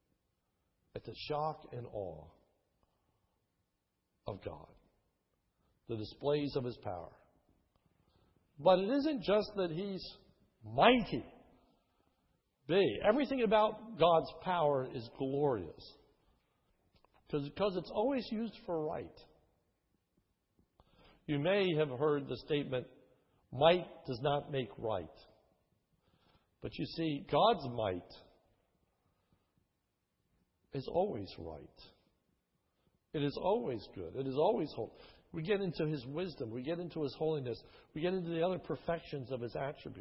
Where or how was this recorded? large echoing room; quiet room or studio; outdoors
large echoing room